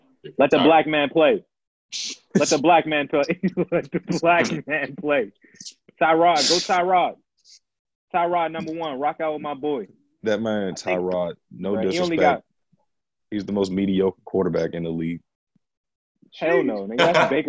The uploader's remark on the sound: we are coming live from our own spaces thanks to Covid, but we found a way to make it work